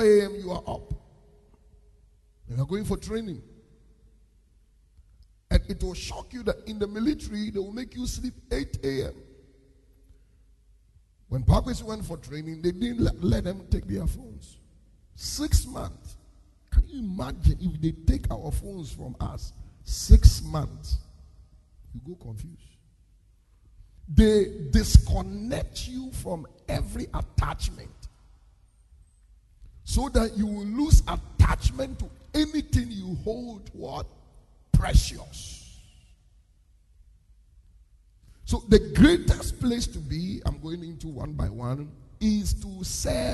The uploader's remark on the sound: Preached at the Destiny Empowerment Chapel International